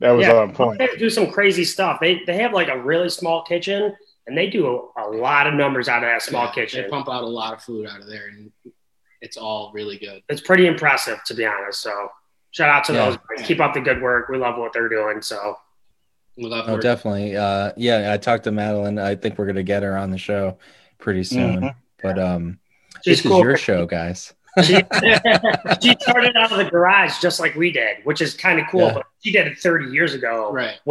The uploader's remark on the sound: Recorded Live on Zoom on 11/9/2020